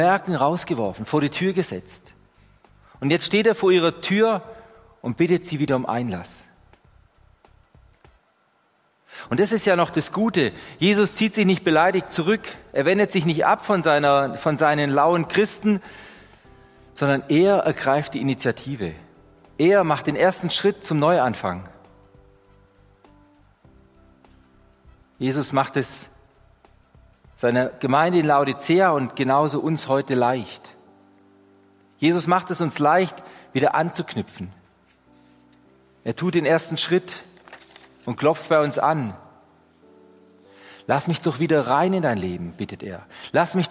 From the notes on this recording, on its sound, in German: Die Predigt aus dem Gottesdienst.